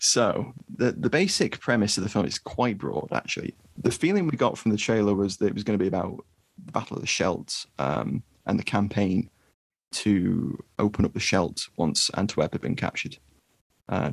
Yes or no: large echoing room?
no